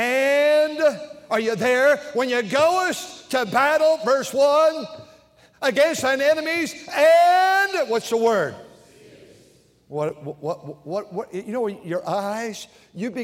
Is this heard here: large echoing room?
yes